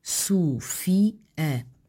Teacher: No caso do nome próprio Sofia, a pronúncia efetua-se com um hiato entre I e A